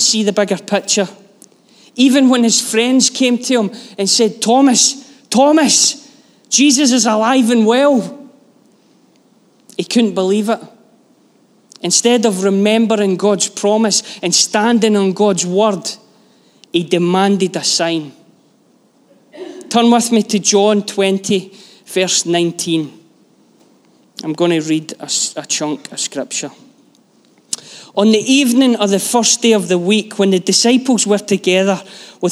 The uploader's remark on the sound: Live from our Sunday gathering on 21/05/23